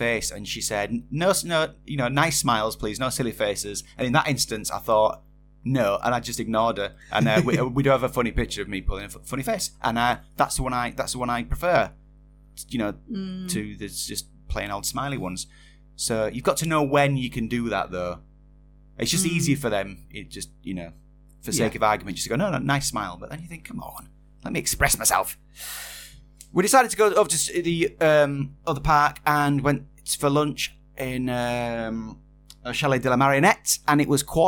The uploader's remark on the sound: We’re live from 8:30 BST every Sunday. Apologies for the low level buzz throughout.